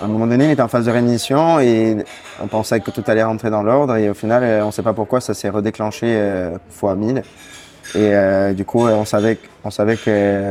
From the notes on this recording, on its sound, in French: L'interview a été enregistrée le 9 novembre 2023 au Café Janine à Paris (3è).